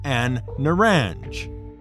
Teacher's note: some words assimilate the L sound and double the sound of the first letter of the word